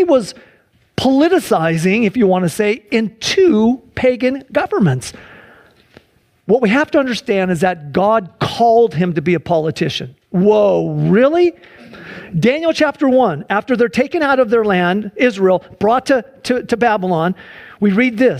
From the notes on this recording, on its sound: Sunday church service livestream